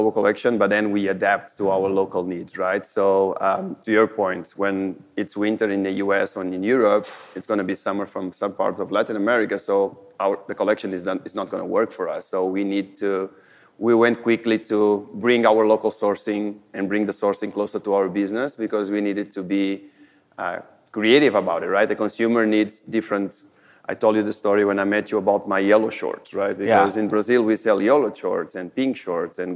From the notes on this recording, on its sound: This episode was recorded live at the Modern Retail DTC Summit held in Miami.